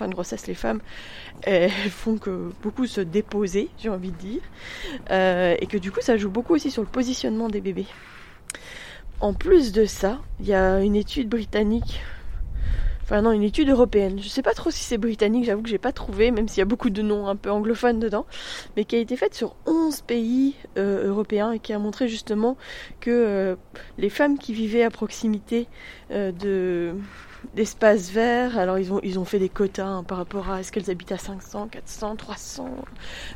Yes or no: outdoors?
yes